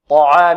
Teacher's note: الطاء هنا مفخمه والعين مرققه، ولا يحض على طعام المسكين، طعام، الطاء مفخمة، طاء عا، طاء عا، طاء عا، لا نقول طعام، طعا عا، خطأ، العين ليس من حروف التفخيم وإنما هي من حروف الترقيق.